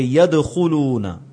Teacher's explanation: آگے يدخلون، یہ اب جو دال ہے یہ انہی قطب جد کے الفاظ میں سے ہے، تو دال پر قلقلہ ہوگا اور یہ مڈل میں آ رہا ہے